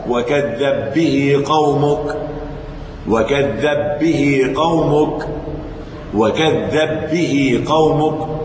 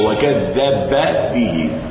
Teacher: في رواية حفص الكبير هذا إظهار الباء الأولى متحركة مفتوحة · Shown in: second take